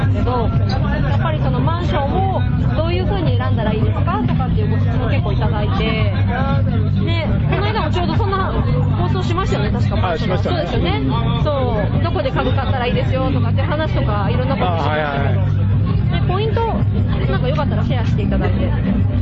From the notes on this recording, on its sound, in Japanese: クルーズライブ in 横浜。FBライブ配信のもようをお届けします。裏すま” in 横浜 の裏企画 カクテルクルーズにて収録したものをお届けします。